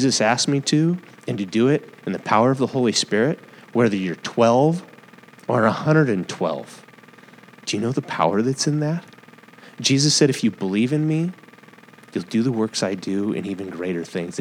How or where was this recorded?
large echoing room